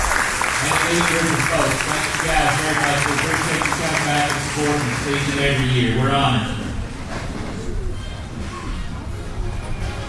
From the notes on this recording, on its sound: Live from the Limestone County Sports Hall of Fame induction ceremony.